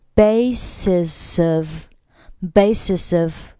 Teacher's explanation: 这里 basis 和 of 构成了辅元连读